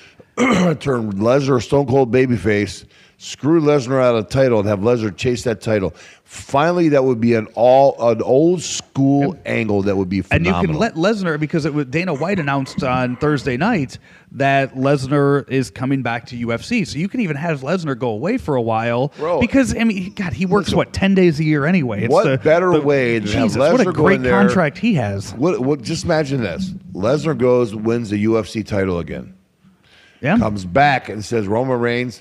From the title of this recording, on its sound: Live from New Orleans, WrestleMania 34